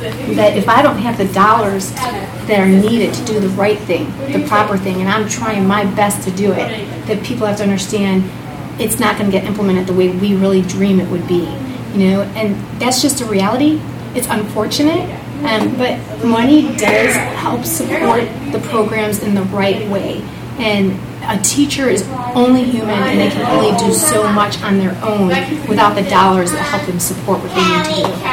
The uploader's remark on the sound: Podcasting live from the "Inclusive City" On The Table 2017 discussion event in Clarendon Hills, Illinois, sponsored by The Chicago Community Trust and Special Olympics Illinois.